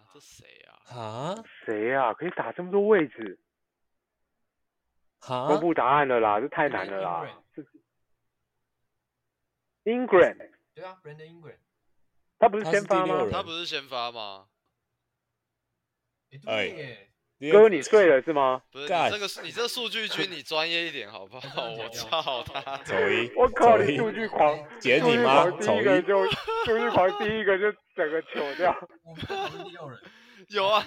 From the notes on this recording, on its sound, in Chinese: 收音悲劇持續改善中 敬請見諒